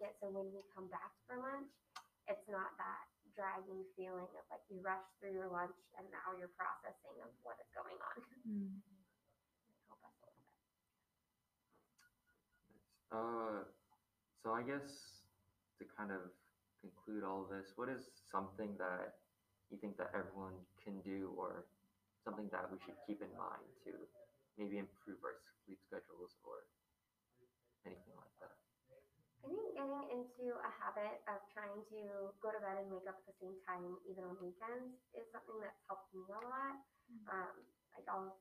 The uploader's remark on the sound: Our sound was a bit quieter for this one due to a temporary change of location, so please turn your sound up for this one!